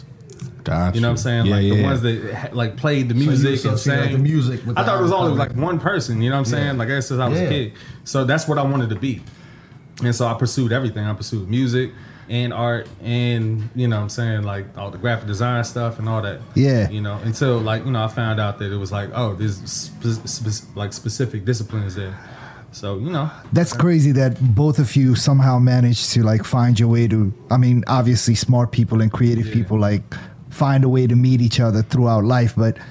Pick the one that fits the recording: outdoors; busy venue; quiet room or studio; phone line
busy venue